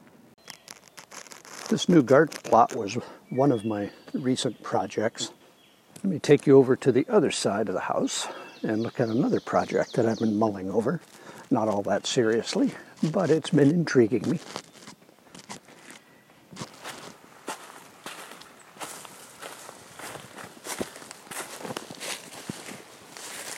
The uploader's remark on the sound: a little morning audio tour of his New Hampshire homestead